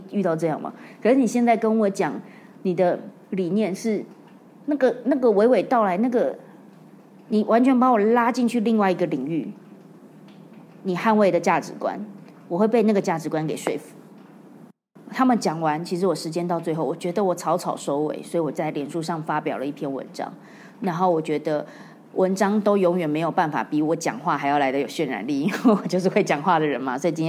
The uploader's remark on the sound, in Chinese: 在演講的過程中，發現一群很特別的聽眾，他們問了很多問題，。用一個問題回答了現場觀眾的提問。